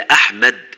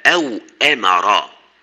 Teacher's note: تخرج الهمزة من التقاء الغشائين الصوتيين التقاء محكما يسد سبيل النفس المندفع من الرئتين، فهي حبسة مزمارية